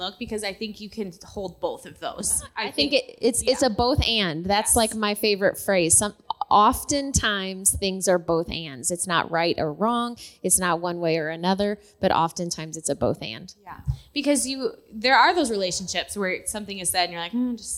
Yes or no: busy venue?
yes